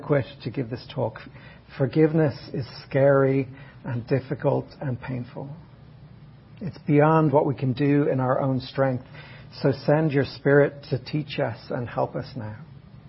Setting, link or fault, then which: setting, large echoing room